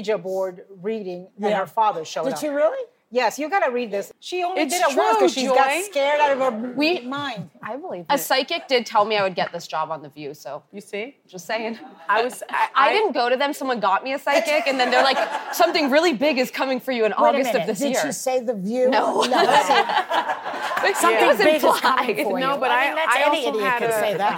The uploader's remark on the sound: answer questions from our live studio audience